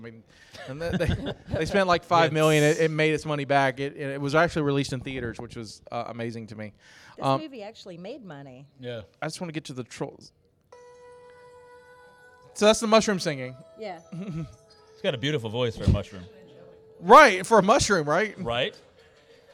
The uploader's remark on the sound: Bros Booze and Movies is Live at Mobicon in Mobile Alabama.